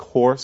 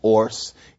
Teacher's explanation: just like horse can be pronounced orse in many dialects of English · Shown in: second take